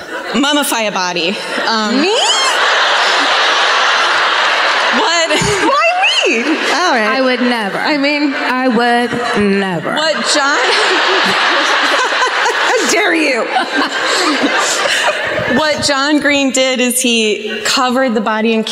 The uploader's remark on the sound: Live at the Civic Center in Des Moines